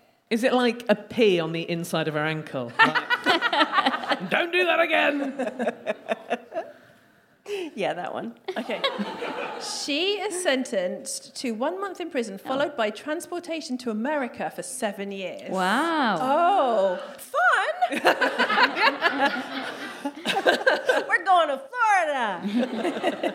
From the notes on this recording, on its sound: DWSC LIVE. Recorded at the DWSC London residency. We hear from a member of the audience.